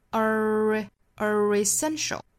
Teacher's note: open networks are essential.这个 r 跟后面的 essential 会有一个小小的连读加音的情况。因为 r 它其实弱读之后成一个 e 的音。那包括它不弱读的话跟后面的元音结合在一起。我们讲到元音和元音连读啊，如果说前面一个元音是一个长元音 R 或跟它相关的音，包括如果是 stresssound，也就是中元音这个小元音，跟后面的任何一个元音连读都要加一个小小的 r 来连接，所以是 are essential 会带出一个小小的 r 的发音。元音和元音怎么连读呢？一定是要加辅音来连贯的，所以我们在读的时候是 are essential。当然不要太过刻意啊，是非常弱非常轻快的一个小连读。Open networks are essential, are essential.那 essential 这个词是一个舌侧音结尾的，一会儿我们再来讲跟后面的 skills, moral 都是舌侧音结尾，所以发音的时候呢要注意一个舌尖去底上齿音。后面半句 but